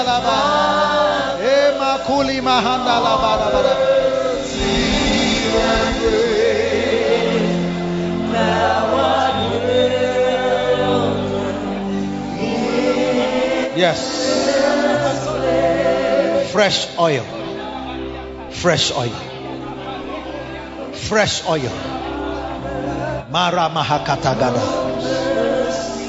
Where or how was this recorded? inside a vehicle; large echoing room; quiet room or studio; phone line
large echoing room